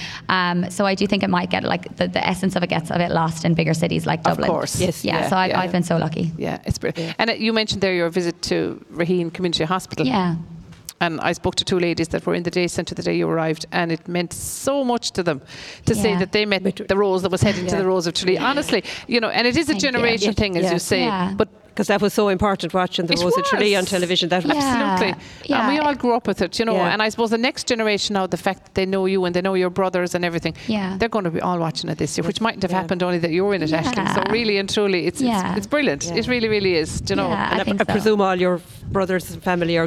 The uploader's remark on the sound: As broadcast live from the the Fair green at the Scariff harbour festival 5th August 2023.